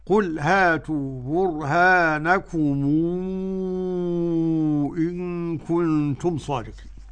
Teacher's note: مد منفصل بمقدار 6 حركات